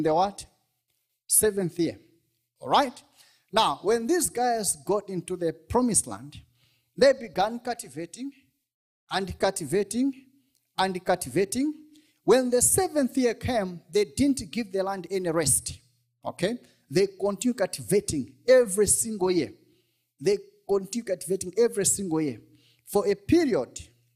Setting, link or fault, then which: setting, large echoing room